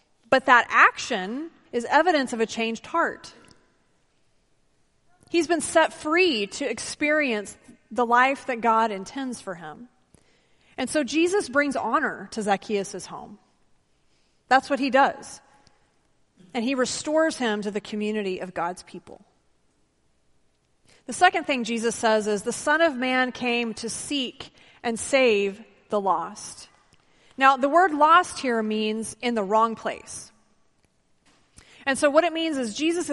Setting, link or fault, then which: setting, large echoing room